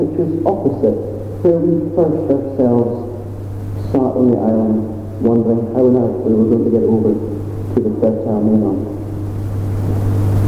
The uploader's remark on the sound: Apologies for the sound quality